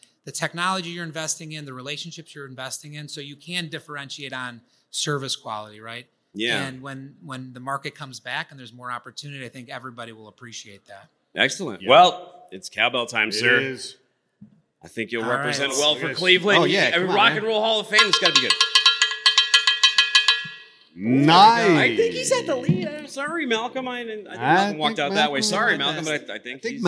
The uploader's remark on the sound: live from day 3 at the biggest party in freight, F3